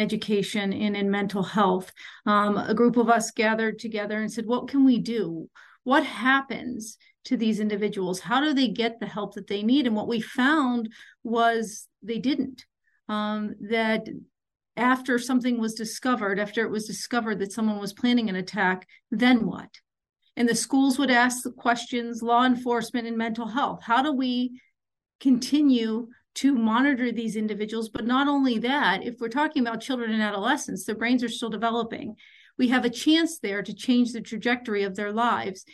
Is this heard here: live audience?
no